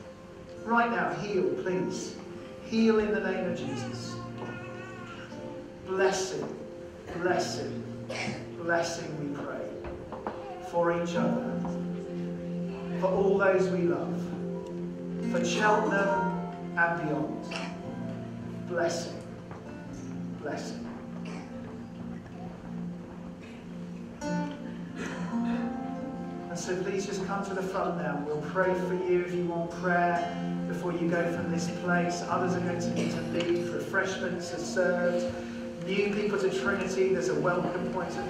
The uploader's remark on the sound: We apologise for the poor audio quality on this podcast, due to a technical problem.